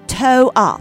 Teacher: the central consonant R is removed, resulting in the term toe up · Term: condensed version of tore up